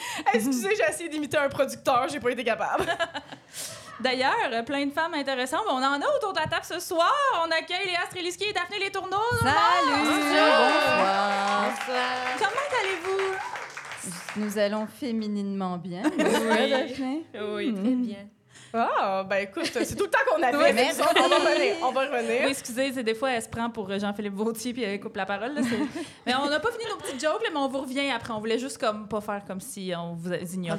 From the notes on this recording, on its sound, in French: enregistré à l'Idéal mercredi le 4 octobre 2023